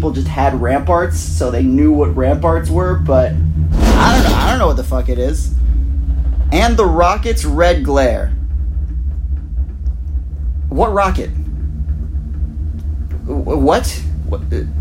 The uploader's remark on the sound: Live from a gondola in Mont Tremblant